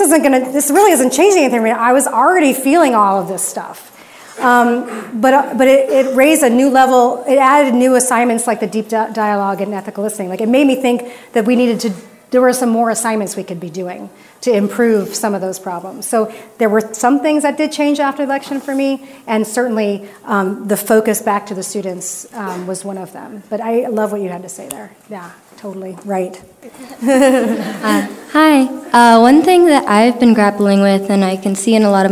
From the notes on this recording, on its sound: a standing-room only audience at the Plaza View Room in Arcata, California